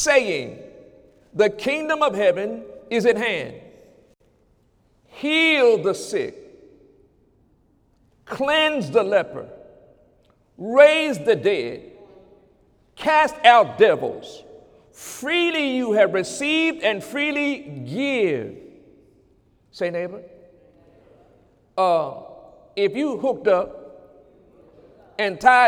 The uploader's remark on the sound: During Sunday morning service